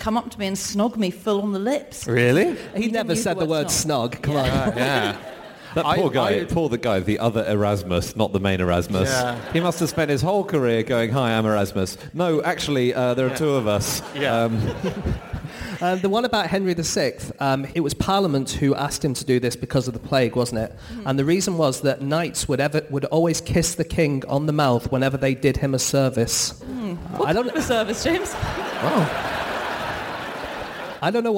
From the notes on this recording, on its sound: Live from Auckland